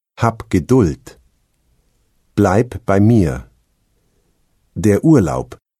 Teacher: Am Wortende spricht man das B härter aus. Dann klingt es fast wie ein P.